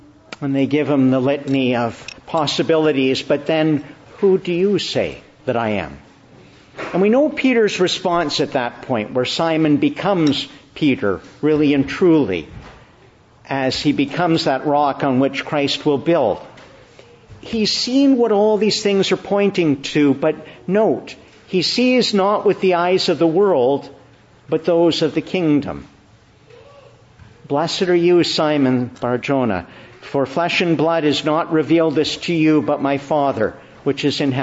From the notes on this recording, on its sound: Morning Service. Preached in the Annunciation of the Blessed Virgin Mary, Ottawa.